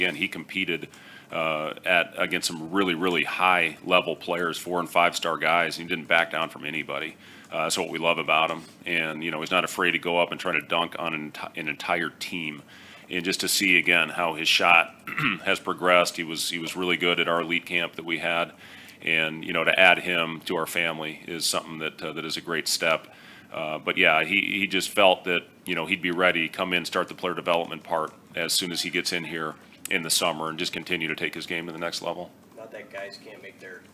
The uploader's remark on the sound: Weekly Press Conference